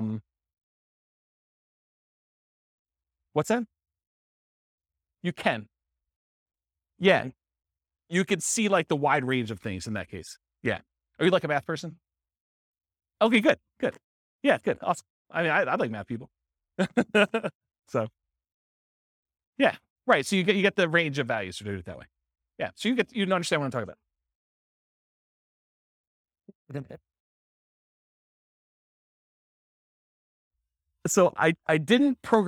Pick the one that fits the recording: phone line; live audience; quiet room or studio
live audience